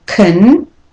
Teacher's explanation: So the O in the first syllable is said as a schwa, con. And again, T-I-O-N is a common ending, so you have a schwa in there as well.